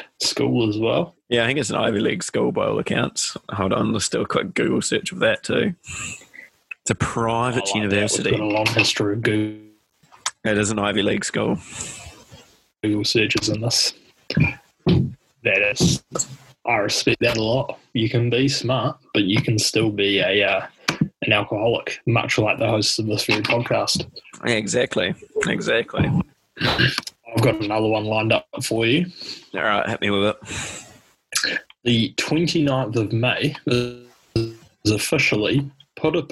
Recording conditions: drop-outs